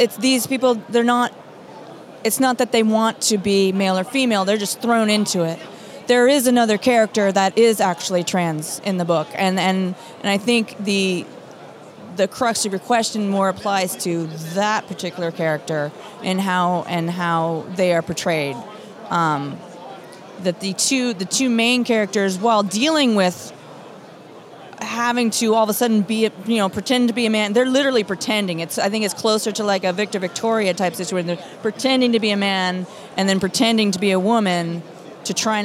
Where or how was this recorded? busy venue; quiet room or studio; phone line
busy venue